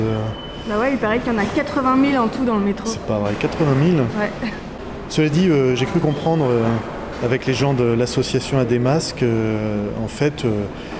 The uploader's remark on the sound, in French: Une heure dans le métro. Nous descendons et passons 58 minutes sous terre, dans les entrailles de Paris, avant de ressortir, épuisés mais contents, quelque part sur la ligne 11. Nous avons testé un prototype de micro qui permet, à travers les murs et les strates du sol, d'entendre tout ce qu'il se passe dans Paris. Enregistrée à 100 % sur le terrain ou plutôt sous le terrain !